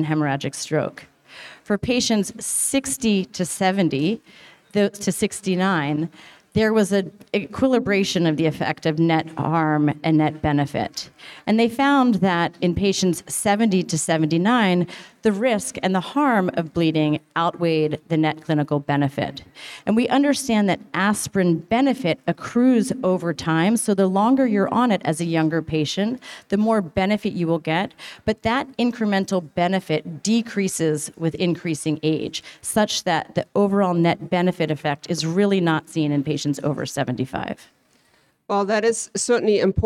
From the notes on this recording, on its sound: Recorded (in front of a live audience)